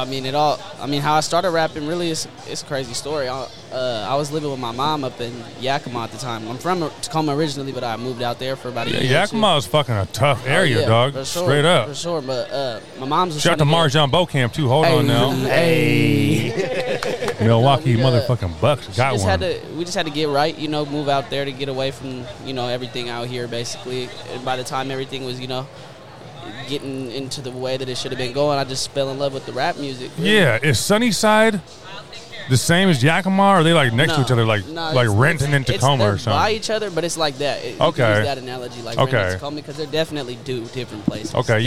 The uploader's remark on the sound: live from Cheney Stadium for the Tacoma Sunday Market